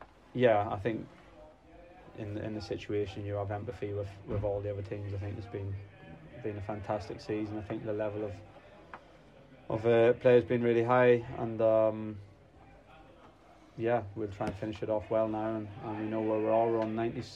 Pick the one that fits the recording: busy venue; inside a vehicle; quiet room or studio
busy venue